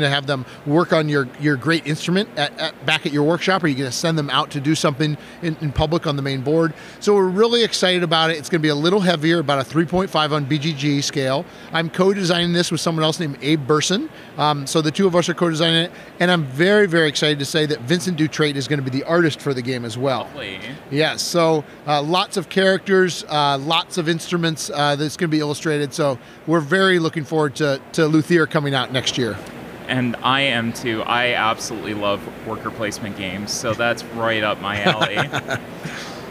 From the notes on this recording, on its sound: live from Origins Game Fair